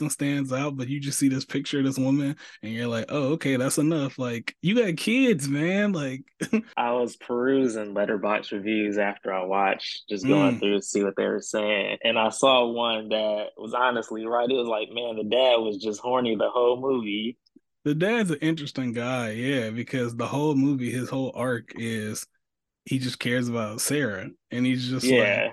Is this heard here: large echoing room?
no